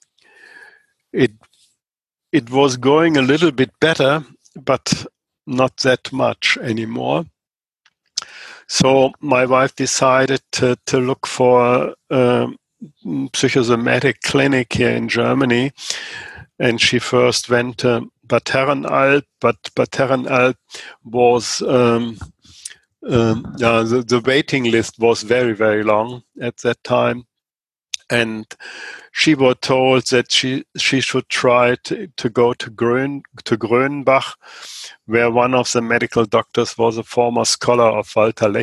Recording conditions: video call